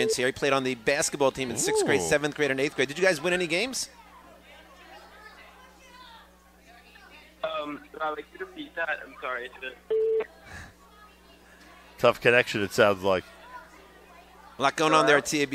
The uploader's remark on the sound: Live from Yeshivat Noam Yom Ruach